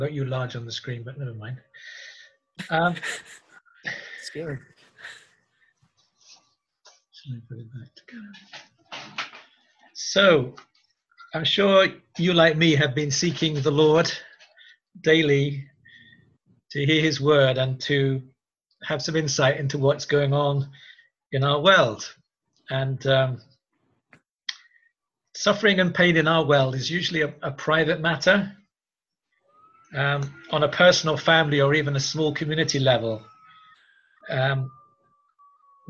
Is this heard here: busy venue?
no